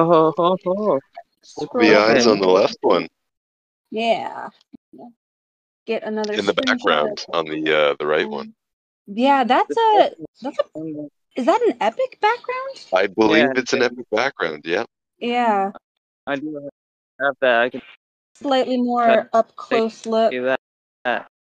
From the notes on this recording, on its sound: Otto NFT Live Minting Discord Event VC.